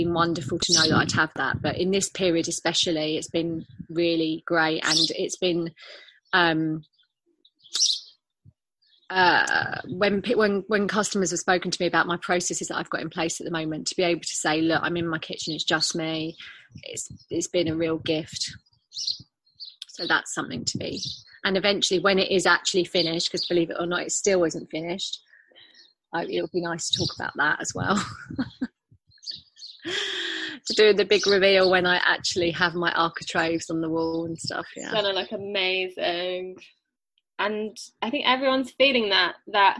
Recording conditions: video call